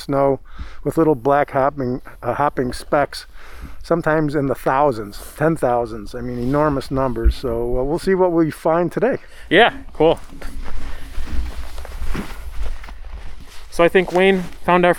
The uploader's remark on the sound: This episode was recorded in February 2021 at the Deer Lick Conservation Area , a Nature Conservancy property, located in Gowanda, NY. This episode was recorded in February 2021 at the Deer Lick Conservation Area , a Nature Conservancy property, located in Gowanda, NY.